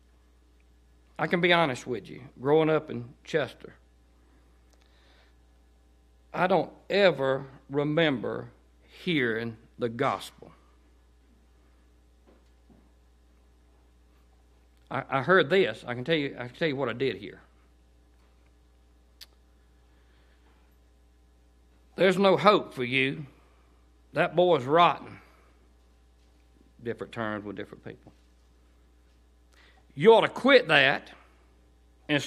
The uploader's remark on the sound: to Cottondale Baptist Church in Eastman, GA on 9/16/18 during the 6pm service